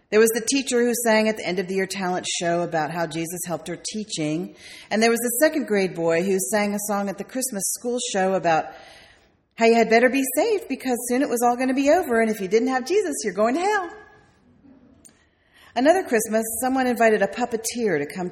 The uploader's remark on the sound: sermon delivered on May 4th, 2008